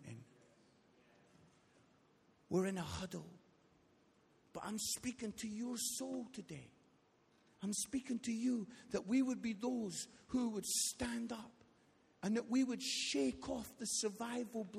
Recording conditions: large echoing room